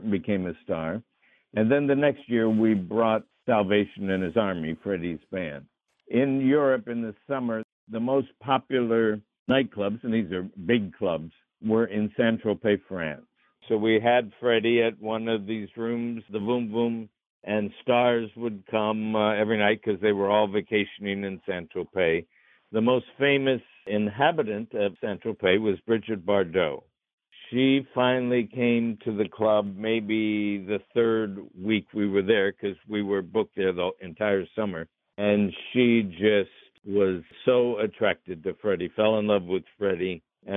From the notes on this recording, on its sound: spoke by phone